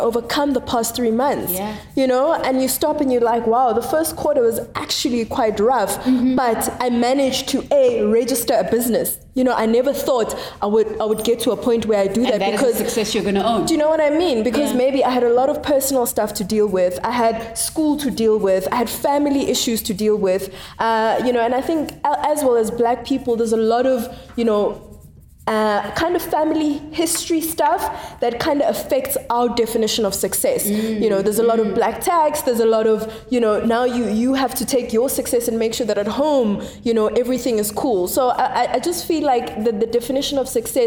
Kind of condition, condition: setting, busy venue